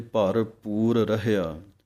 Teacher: ਰਾਰੇ ਦੋਵੇਂ ਇਕੱਠੇ ਨਾ ਹੋ ਜਾਣ, ਇਹ ਵੱਖਰੇ ਪੜ੍ਹਨੇ ਹਨ, ਰਹਿਆ ਇਹ ਅਲੱਗ ਪਾਠ ਹੈ।